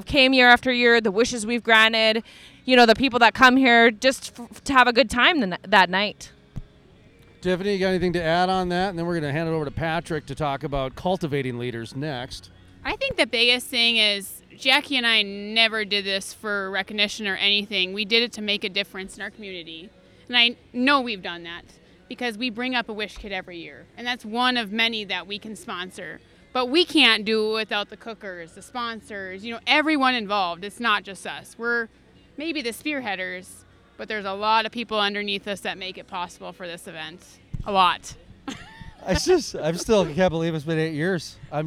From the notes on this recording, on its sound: Living The Crude Life Live Recording Session at the Bakken BBQ.